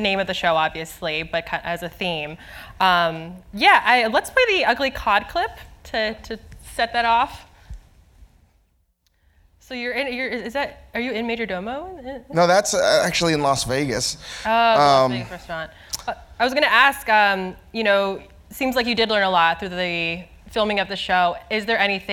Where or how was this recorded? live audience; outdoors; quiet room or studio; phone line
live audience